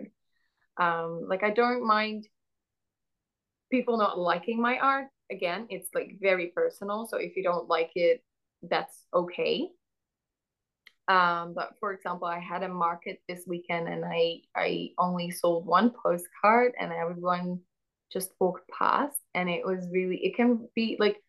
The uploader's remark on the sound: Zoom Meeting.